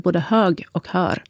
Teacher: de yngre personerna, de generaliserar och har det här öppna ö-ljudet i alla ställningar, oavsett vad det är för konsonanter runt omkring.